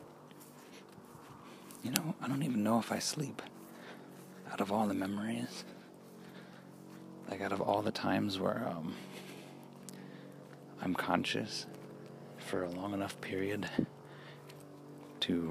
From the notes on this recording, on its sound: Using the method/format of recording a “memory” WHILE I’m exploring. Recording while walking method makes it interesting I think, and automatically adds a bit of Foley to the episode without post editing!